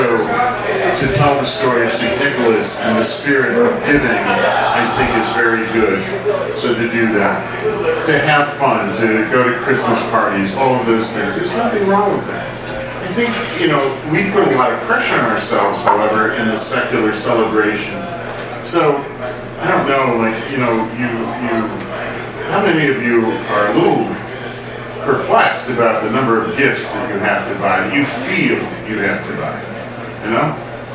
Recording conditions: busy venue